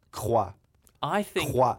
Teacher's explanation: It's more like C-R, but it's the back of the throat R. And then wa.